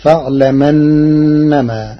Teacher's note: قرأ ورش كلمتي فاعلم أنما بنقل حركة الهمز إلى الساكن قبله تخفيفا، فتصير فاعلمنما.